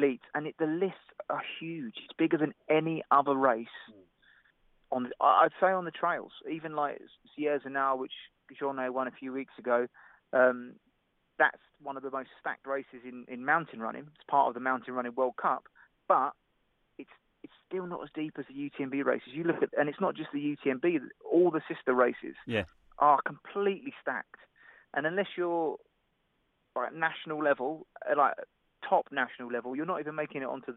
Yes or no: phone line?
yes